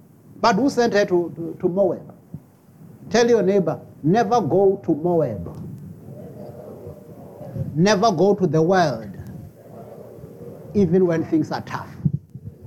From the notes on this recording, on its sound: preached at Jesus the Saviour Church, 185 Bobs Way, Eersterivier, Cape Town on 10 December 2023